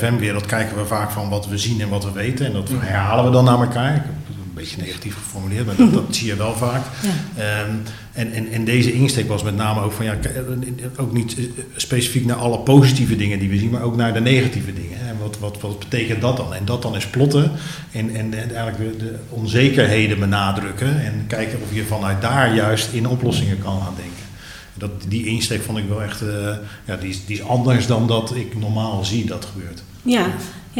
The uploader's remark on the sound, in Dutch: welke tijdens World Workplace Europe is opgenomen